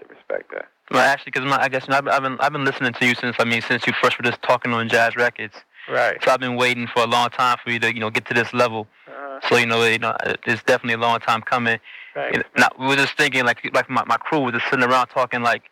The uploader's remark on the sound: The recording is from a call-in interview from my famed Time Travel Radio show. Time Travel Radio was on the air on WNUR 89.3 Evanston-Chicago.